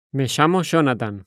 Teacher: in some regions, like in Argentina or Uruguay, they produce a sound that is more similar to the S found in the word vision or the SH in show.